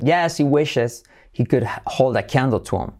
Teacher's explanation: si decimos yes por entonación, saltamos ya la H de he